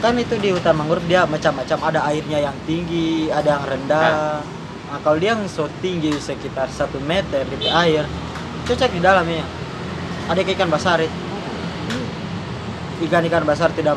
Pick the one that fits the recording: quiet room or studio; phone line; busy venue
busy venue